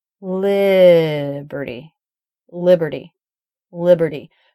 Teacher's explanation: You can hear there's a definite difference in quality between the stressed and the unstressed.